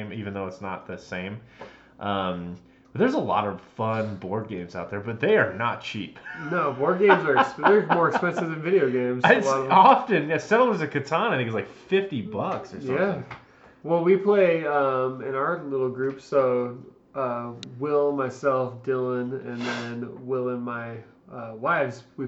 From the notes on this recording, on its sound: Full disclosure, we had audio equipment issues this time around. We apologize about the muffled mics.